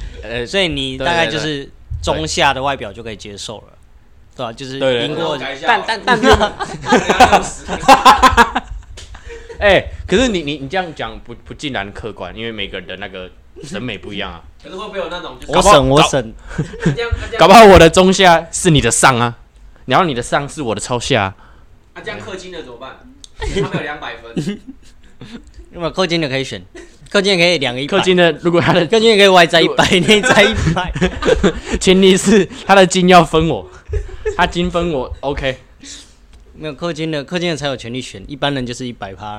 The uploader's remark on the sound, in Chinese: 爆音注意!本集強烈不建議佩戴耳機。收音與坐姿不佳導致雜音及聲音忽大忽小見請見諒。